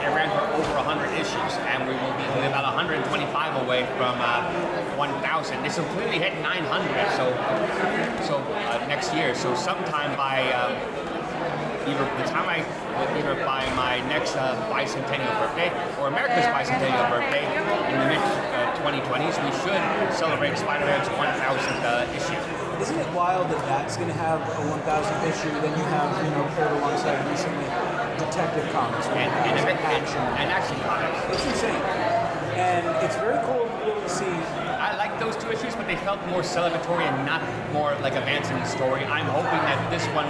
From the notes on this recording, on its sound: we are LIVE at Terrificon 2021